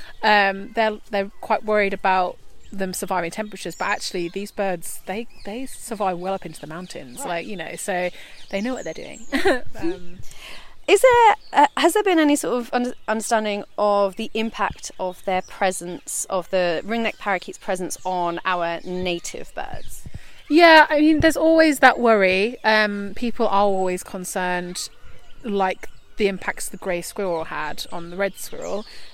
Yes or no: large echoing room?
no